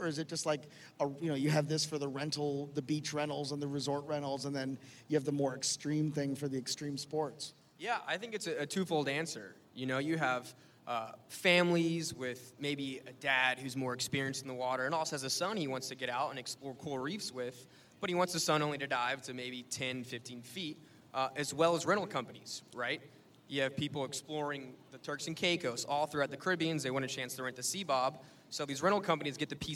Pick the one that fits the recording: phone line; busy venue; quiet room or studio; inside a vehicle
busy venue